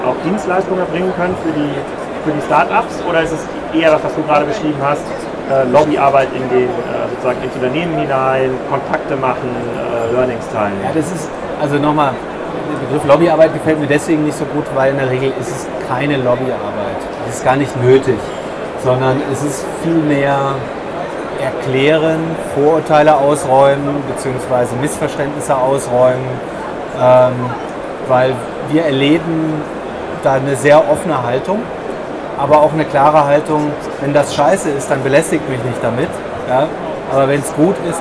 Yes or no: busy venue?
yes